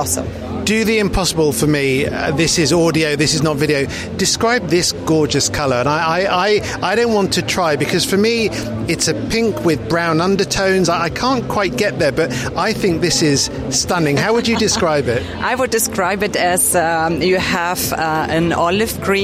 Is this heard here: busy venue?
yes